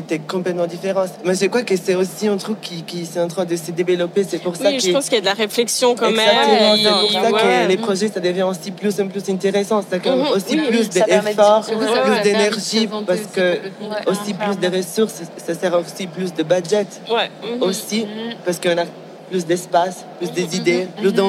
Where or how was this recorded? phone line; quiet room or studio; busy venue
busy venue